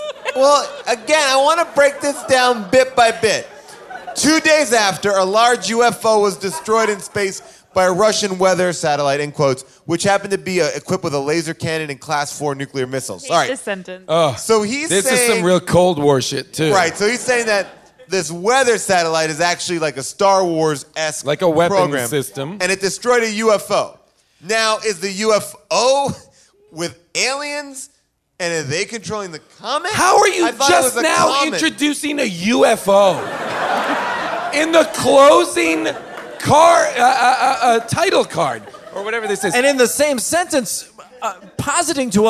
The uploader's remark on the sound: LIVE from Largo in Los Angeles